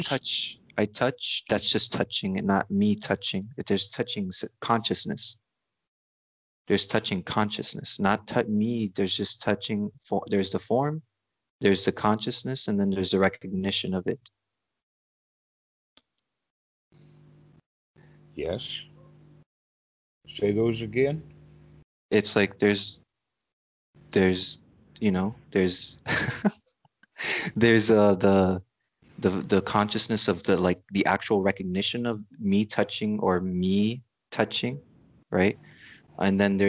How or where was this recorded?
video call